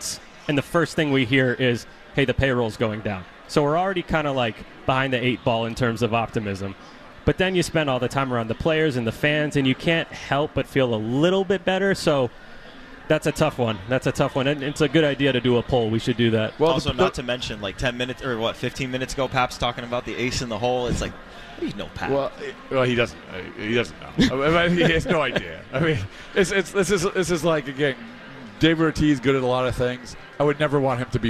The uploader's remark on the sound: live at Winter Weekend